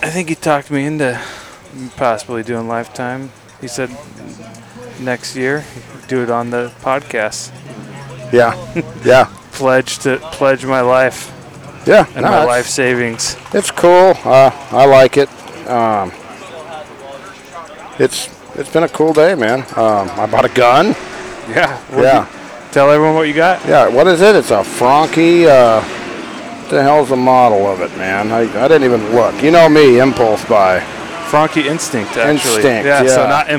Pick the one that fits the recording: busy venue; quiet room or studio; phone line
busy venue